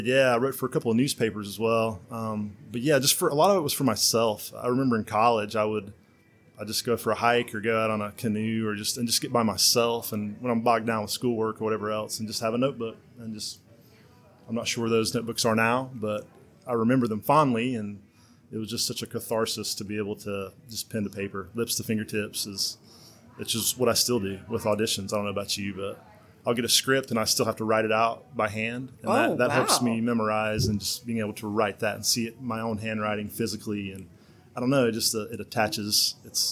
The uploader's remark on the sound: we filmed in a public location so there will be minimal background noise